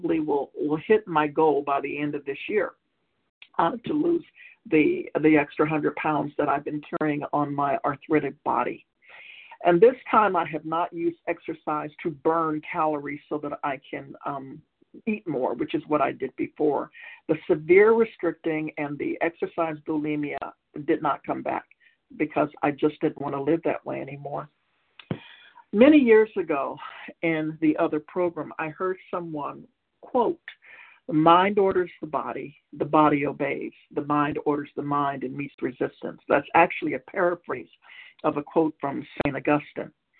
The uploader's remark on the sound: from the 100 Pounders Phone Meeting